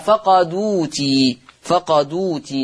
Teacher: هحرك الدال بحركة الهمزة، فالمحصلة تبقى دال مضمومة · Term: النقل